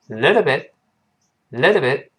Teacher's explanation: 最后那个 t bit 后面那个 t 失去爆破了